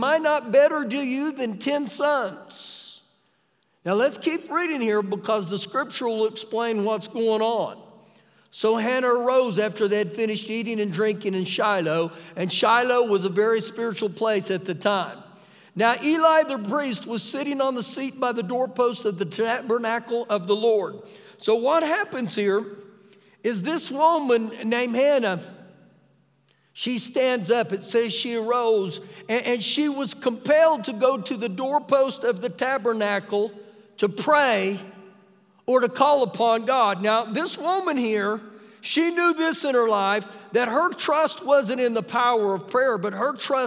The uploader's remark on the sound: Ecorded live during our Wednesday night service.